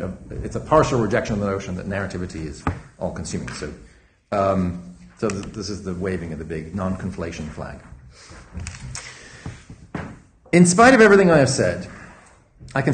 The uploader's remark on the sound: A public lecture. Organised by the Institute of Philosophy.